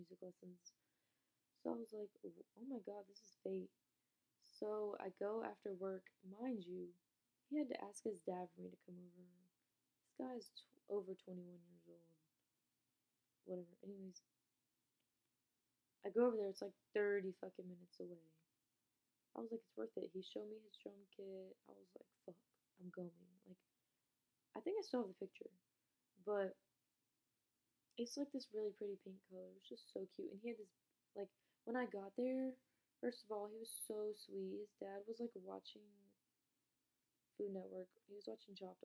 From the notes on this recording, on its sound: sorry if the audio quality is bad